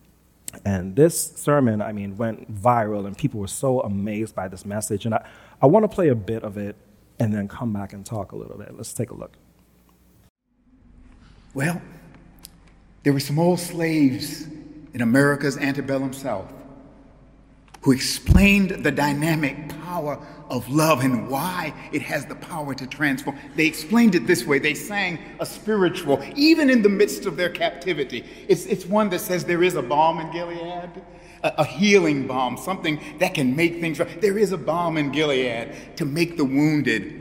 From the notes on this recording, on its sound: Recorded live at New Providence Community Church on February 13, 2022.